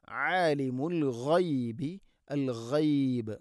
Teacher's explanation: ഗൈന് തൊണ്ടയുടെ മുഗൾ ഭാഗമാണ്